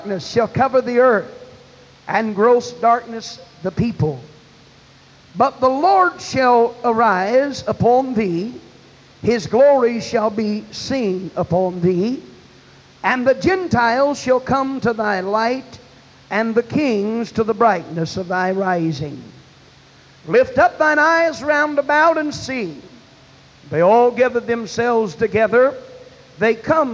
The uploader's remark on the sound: This evangelistic message was preached at First Apostolic Church in North Vernon, Indiana on March 22, 1989.